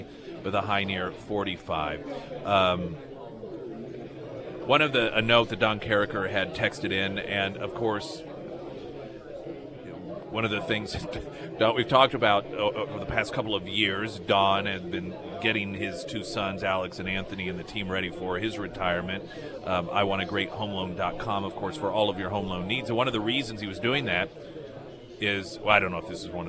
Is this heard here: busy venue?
yes